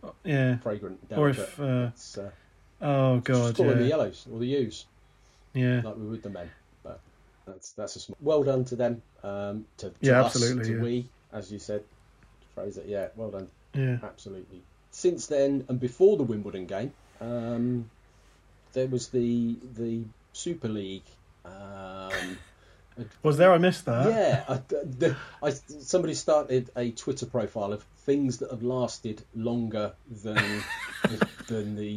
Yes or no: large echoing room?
no